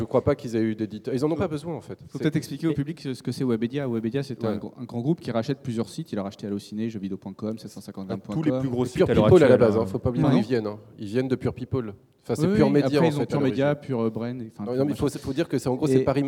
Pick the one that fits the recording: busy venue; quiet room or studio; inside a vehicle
busy venue